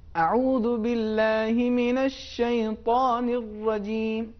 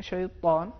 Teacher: لفظ شیطان میں صفت اتباق بھی اور استعلاء بھی ہے، تو اس کو زیادہ تر ہم تفخیم کے ساتھ ادا کریں